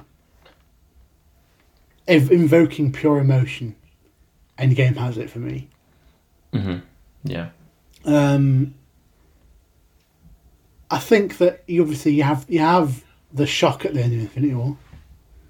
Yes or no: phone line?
no